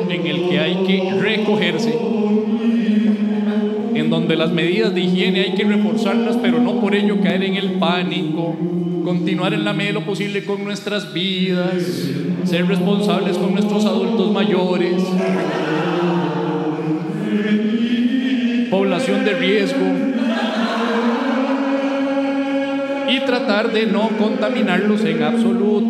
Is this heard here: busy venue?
yes